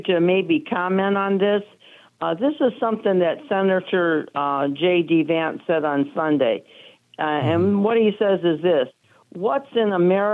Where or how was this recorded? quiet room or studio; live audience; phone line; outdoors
phone line